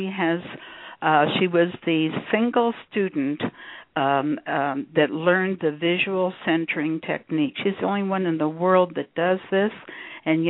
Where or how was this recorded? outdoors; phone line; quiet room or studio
phone line